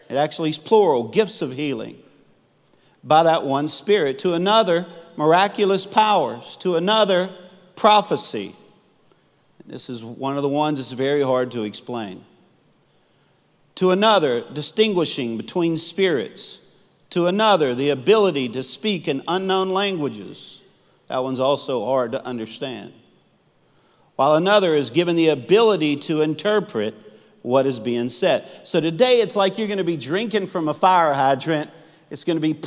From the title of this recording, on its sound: Live Recording